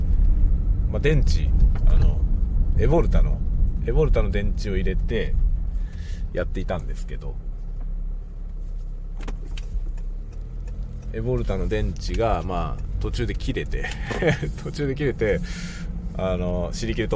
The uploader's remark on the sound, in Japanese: 朝から郵便局へ出かける予定があったので車を運転しながら雑談収録しました。使用マイク：ZOOM M3 MicTrak、TASCAM TM-82（エンディングのみ）。